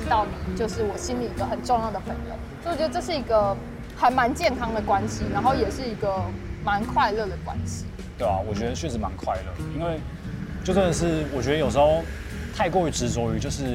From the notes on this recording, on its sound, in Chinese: 這次節目錄製走進「街頭」。有些車聲、吵雜聲，先跟各位聽眾說聲抱歉！